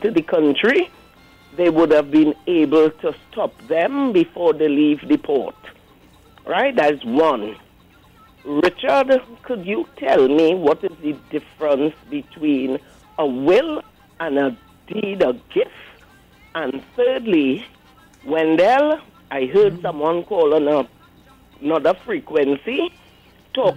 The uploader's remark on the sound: we take more calls from the audience